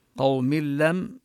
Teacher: ندغم التنوين باللام إدغاما كاملا بلا غنة